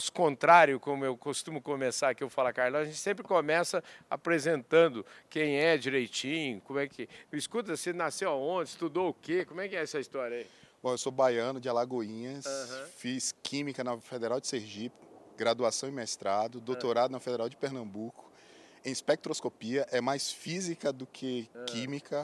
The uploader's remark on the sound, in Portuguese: Prosa exclusiva gravada no Centro de Pesquisas e Inovação em Gases de Efeito Estufa, durante o “Energy Transition“, evento que aconteceu em São Paulo, com o prestígio da presença da prateleira de cima do setor.